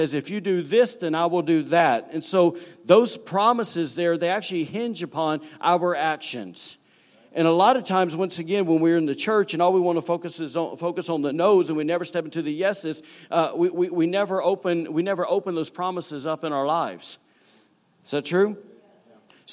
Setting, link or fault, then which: setting, large echoing room